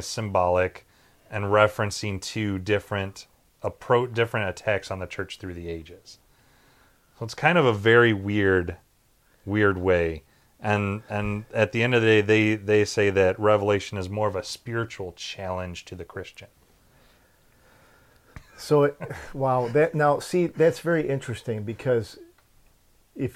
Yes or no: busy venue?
no